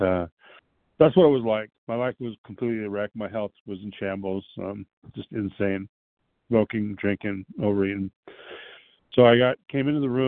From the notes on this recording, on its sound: 100 Pounders Phone Meeting, 1/29/23